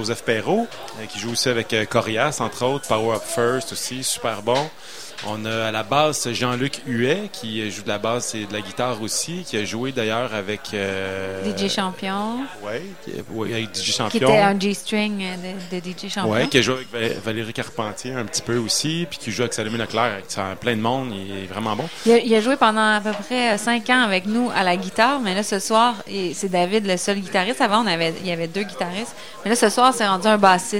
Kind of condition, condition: setting, busy venue